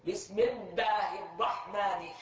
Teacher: بيقرأوا اللام والراء بصفة الشدة